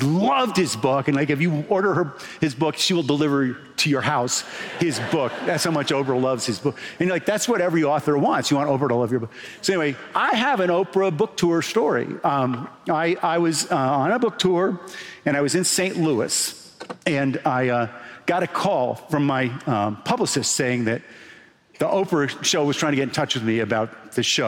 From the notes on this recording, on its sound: Recorded at the closing of the 2023 Sun Valley Writers' Conference